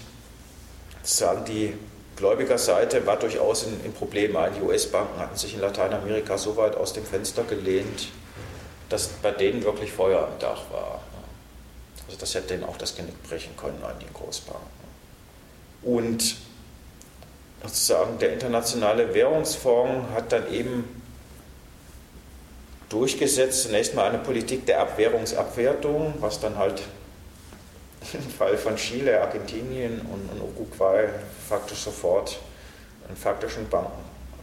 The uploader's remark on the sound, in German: Mitschnitt vom 17.12.2011 aus dem Forum Stadtpark, Graz. Workshop.